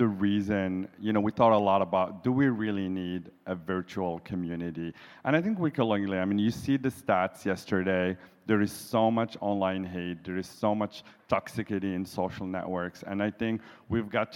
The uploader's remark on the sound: In front of a LIVE audience during the closing remarks of the QueerTech Qonference held in Montreal, Canada.